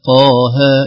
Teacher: القاف حرف مفخم بمده، والهاء حرف مرقق بمده أيضا، لو لم ننتبه قد تؤثر القاف عليها، نقول وما يلقاها ها ها يلقاها.